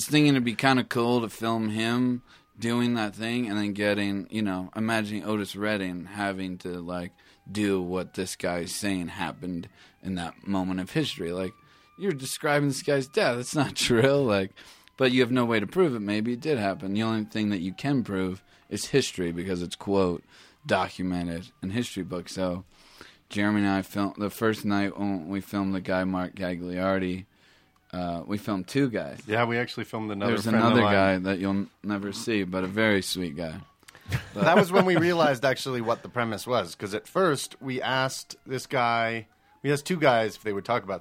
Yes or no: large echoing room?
no